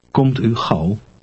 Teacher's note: To pronounce Dutch A-U-W and O-U-W, you say the vowel in the English word how, followed by a short oo sound